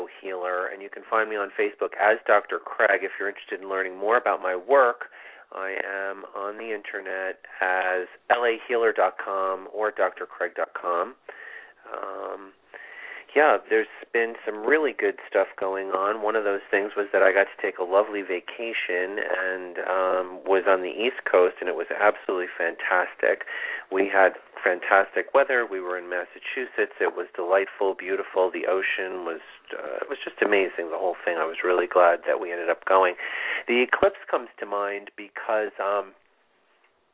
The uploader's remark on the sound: This is a call in show with live mini-readings!